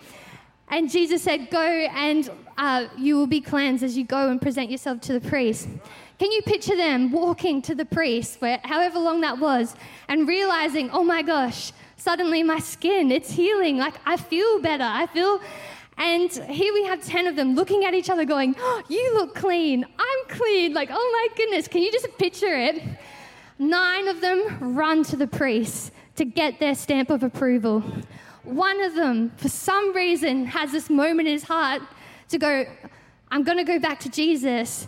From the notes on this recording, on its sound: Christmas At C3 Powerhouse. Recorded during our 9am service on Sunday, the 31st of December 2023.